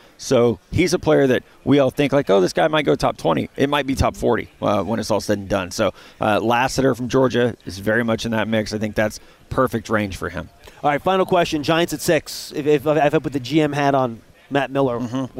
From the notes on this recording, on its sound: live from the NFL Combine